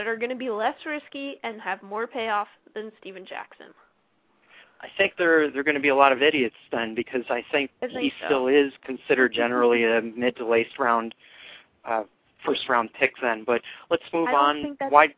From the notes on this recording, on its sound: fan interaction via phone